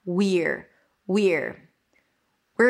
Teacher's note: it's a high E of the we, and then you reduce it to an R.